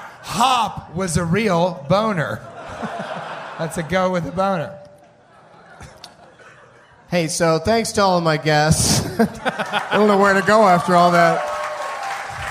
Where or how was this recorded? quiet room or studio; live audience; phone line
live audience